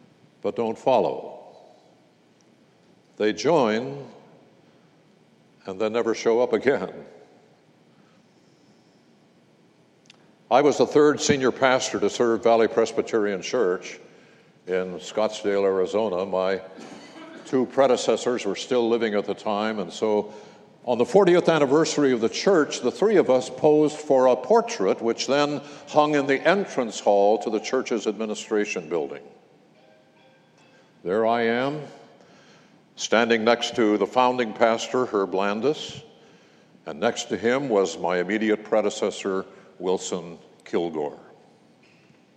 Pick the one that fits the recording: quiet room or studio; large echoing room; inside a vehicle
large echoing room